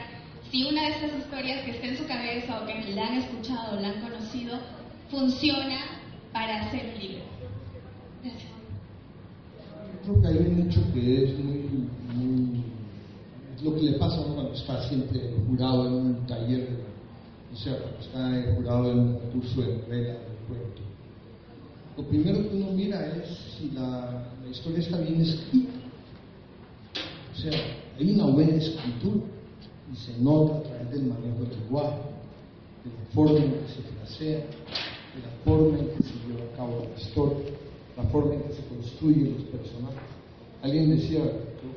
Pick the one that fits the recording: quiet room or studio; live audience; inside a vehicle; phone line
live audience